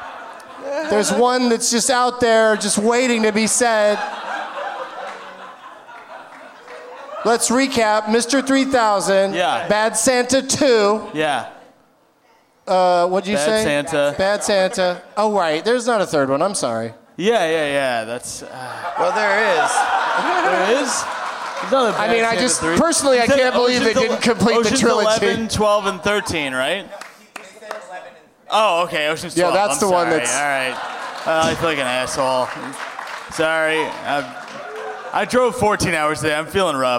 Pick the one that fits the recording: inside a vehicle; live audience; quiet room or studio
live audience